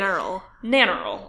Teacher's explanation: you put the emphasis on the first syllable